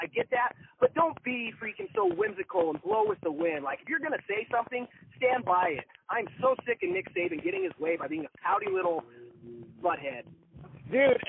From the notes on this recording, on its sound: Over the phone.